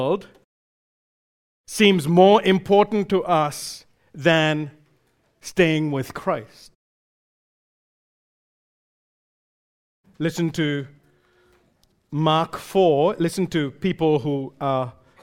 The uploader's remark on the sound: recorded live at Grace Community Bible Church